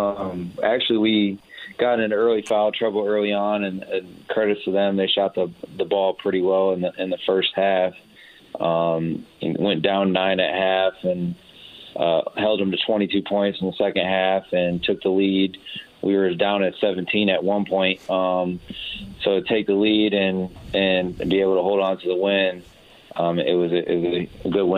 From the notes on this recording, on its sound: Calls.